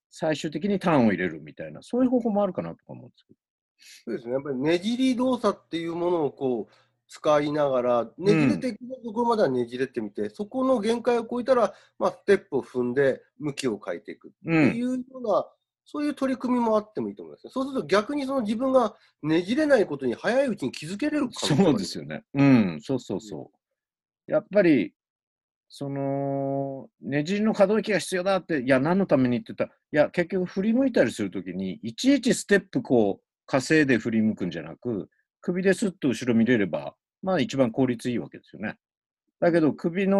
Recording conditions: video call